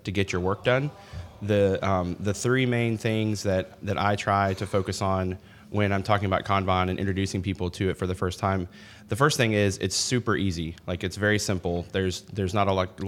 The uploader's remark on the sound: Live From Agile Midwest